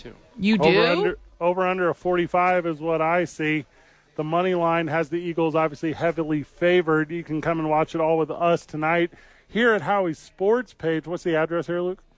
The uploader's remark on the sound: Live from Howies.